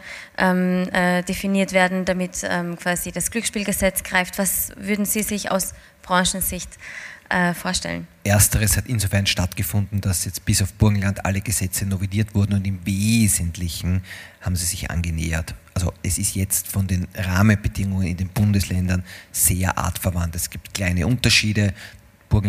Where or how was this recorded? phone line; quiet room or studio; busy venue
busy venue